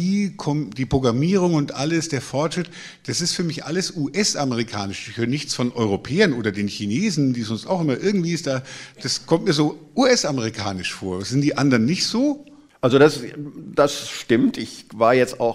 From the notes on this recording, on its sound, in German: Live-Aufzeichnung im Nürnberger Planetarium